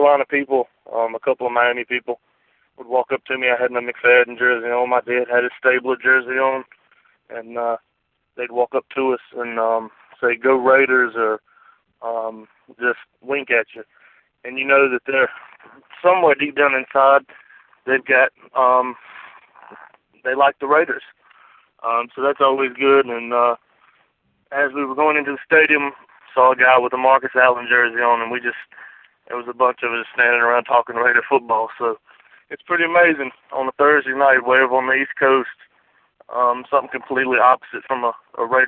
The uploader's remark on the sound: Segment #3: Raider Nation “Boneline” Call-in Segment.